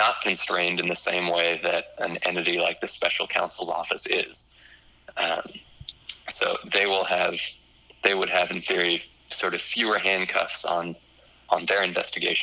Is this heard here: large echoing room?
no